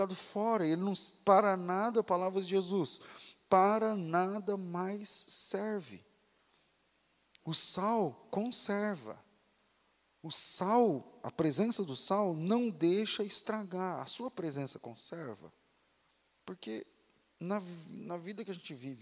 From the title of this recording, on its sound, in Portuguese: Culto ao vivo